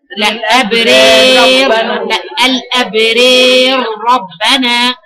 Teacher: كل الأحكام على الحرف الأولاني بتكون أحكام الحرف الثاني، فخلاص بيكون الراء مشددة مفتوحة أي مفخمة، ما بتتأثرش بالإمالة، ما بتبقاش مرققة